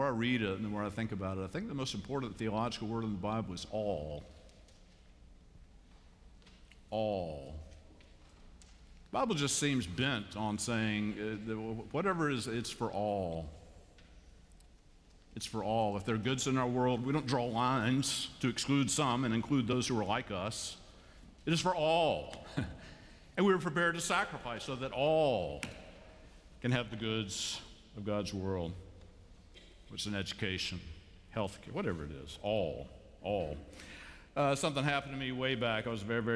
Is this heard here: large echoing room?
yes